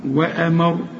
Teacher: شوف هنا الراء هنفخمها لانها مضمومه عند الوقف وعند الايه الوصل هنفخمها، هنقول وامر.